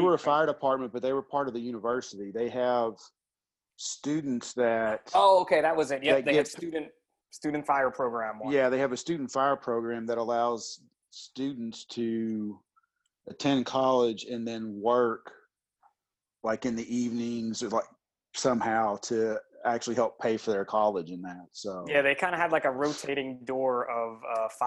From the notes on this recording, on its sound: What happens when you get a bunch of Emergency Service Providers together on a Zoom chat.